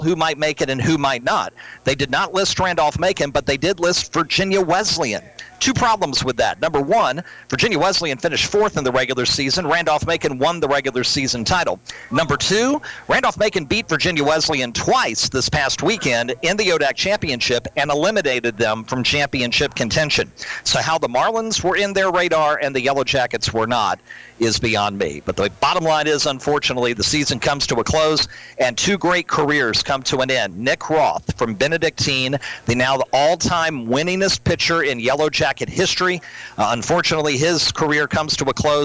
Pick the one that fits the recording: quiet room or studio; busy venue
busy venue